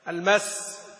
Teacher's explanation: وأما إذا جرى الصوت جريانا تاما ولا ينحصر أصلا يمتد معك إلى ما شئت يسمى رخوا كما في الطش، أو نقول يعني نأخذ مثالا قرآنيا لأن ما في القرآن طش، المس مثلا، المس فيتخبطه الشيطان من المس إذا مسهم طائف، ف فإذا وقفت عليها وقفت صوت الشين أو السين في المس جاريا تمده إن شئت